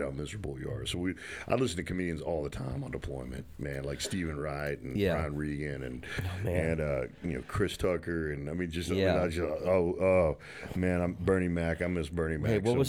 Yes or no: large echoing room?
no